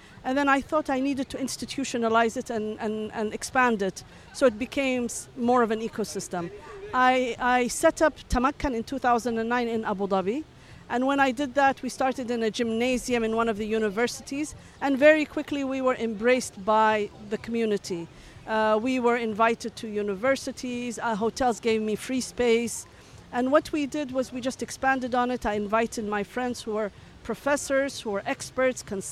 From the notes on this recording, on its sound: Special Episode from Step Conference 2023! TCO has set up a booth at the largest tech festival in Dubai, where emerging markets and global startups come together.